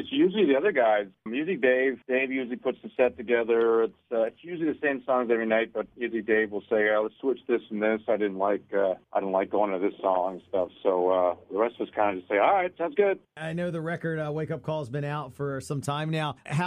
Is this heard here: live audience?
no